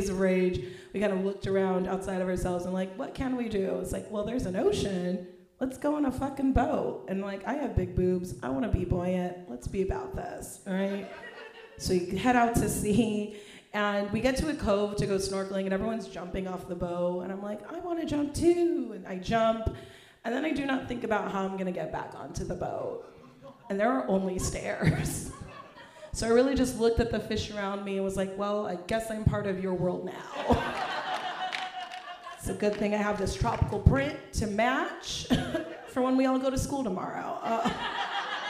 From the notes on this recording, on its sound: LIVE at RomCom Fest. We had a live show at the Downtown Independent!